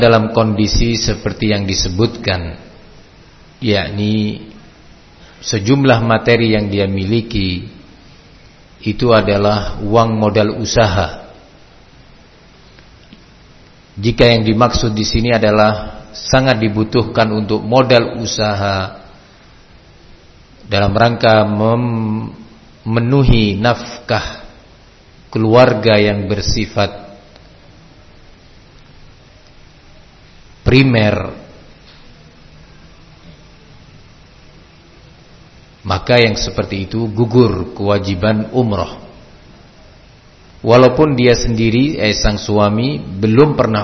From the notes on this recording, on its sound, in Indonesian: Di Masjid Ma’had as-Salafy Jember.